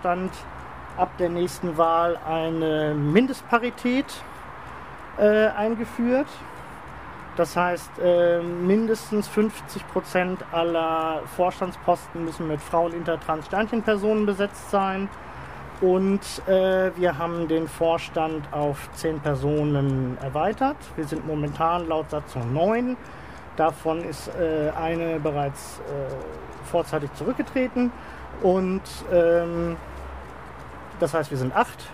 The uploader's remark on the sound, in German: direkt von der Tribüne des SV Arminia Hannover von unserem kürzlich dort veranstalteten LandesPARTEItag